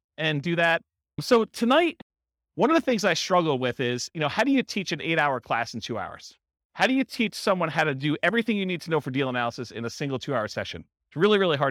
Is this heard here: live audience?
yes